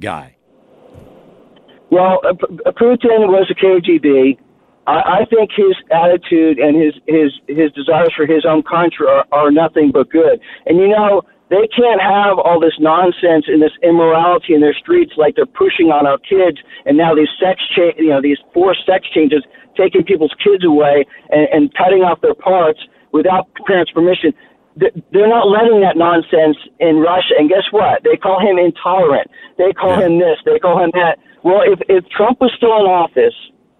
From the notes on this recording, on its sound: The Phone Line Gets Heated.